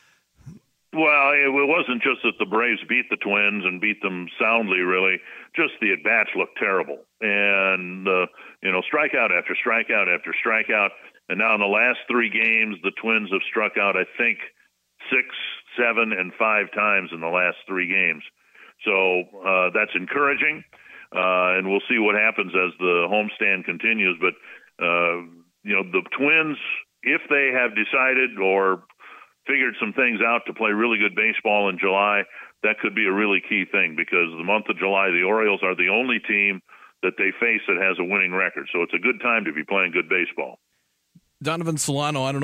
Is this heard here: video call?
no